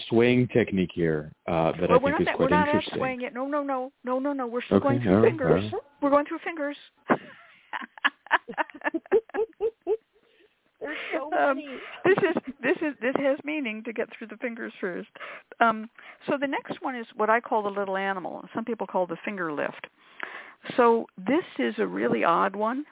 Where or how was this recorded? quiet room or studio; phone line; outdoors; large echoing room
phone line